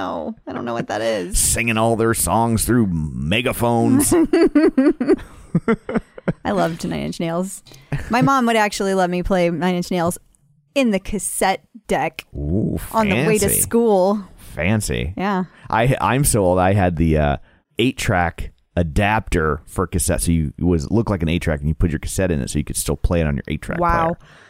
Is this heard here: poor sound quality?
no